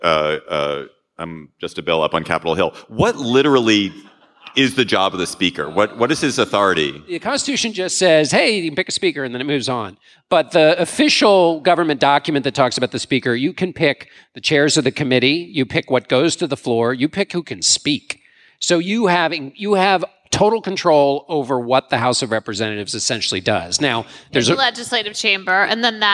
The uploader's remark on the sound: Live from Madison! Take the show on the road.